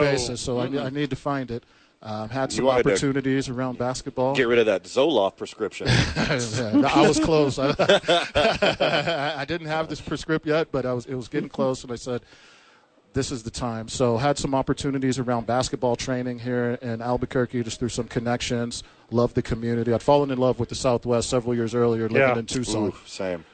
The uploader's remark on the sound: live from the YMCA